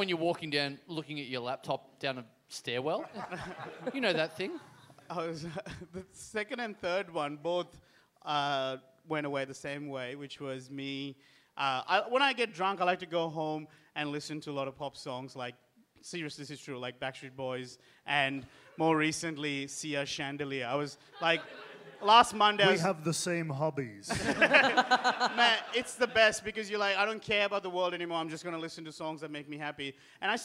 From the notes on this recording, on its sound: Recorded LIVE at The Velvet Lounge in Perth on October 18, 2015.